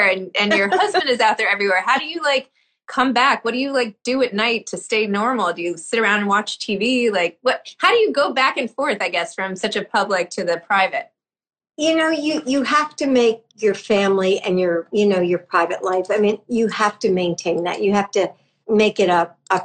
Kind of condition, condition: link, video call